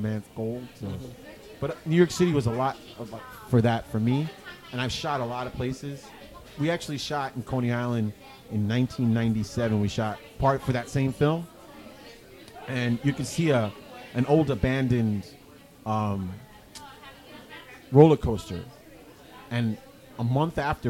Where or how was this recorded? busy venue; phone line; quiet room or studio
busy venue